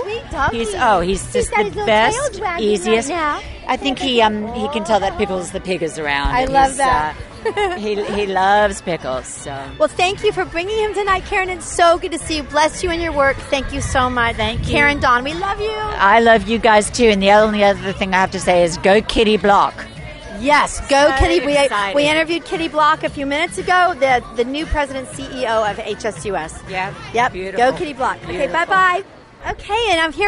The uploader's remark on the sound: We are Live on the Red Carpet at the legendary Paramount Studios in Hollywood, CA